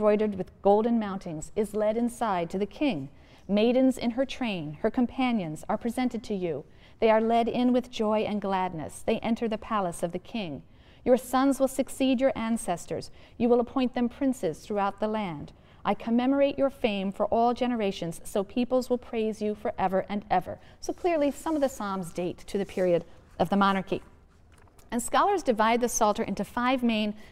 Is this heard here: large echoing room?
yes